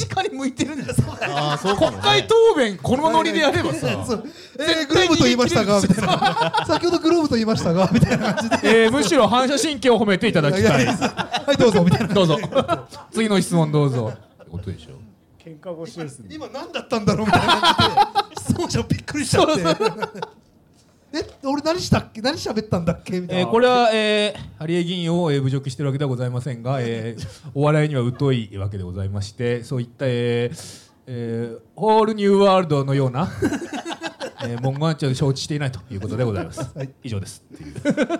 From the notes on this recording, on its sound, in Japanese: 30代オルタナティブバンドマンによるトークイベント「ハリエンタルラジオ」の模様を一部お届けいたします